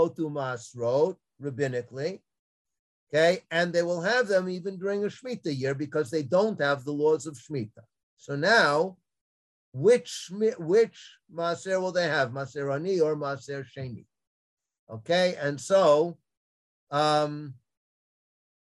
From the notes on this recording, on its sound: This audio was originally captured from Zoom